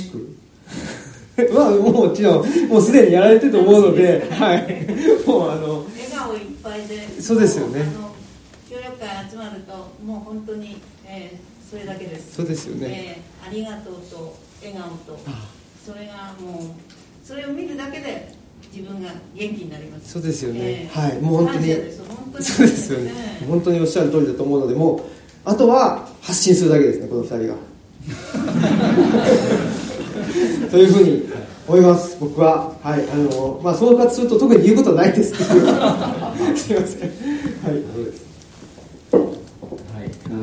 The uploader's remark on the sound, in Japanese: 淑徳大学地域創生学部開設を記念して行なわれたフォーラムの模様の一部をオンエア。公開収録。